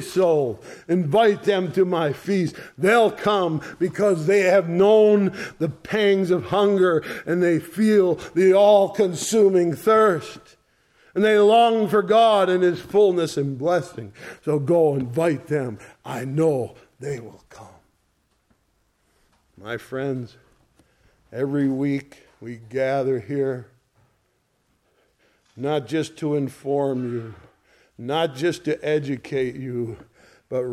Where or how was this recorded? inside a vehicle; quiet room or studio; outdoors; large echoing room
large echoing room